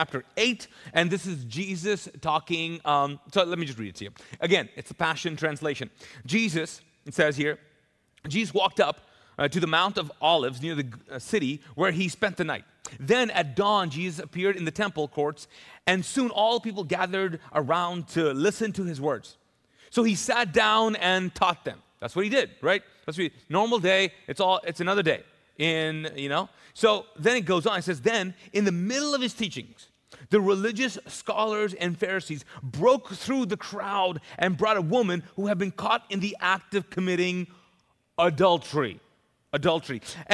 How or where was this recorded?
large echoing room